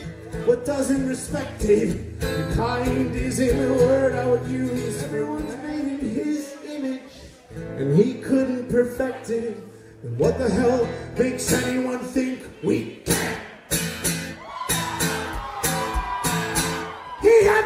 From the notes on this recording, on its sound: Live in Dallas. Podcast covers a live concert from #dallas #liveamplified.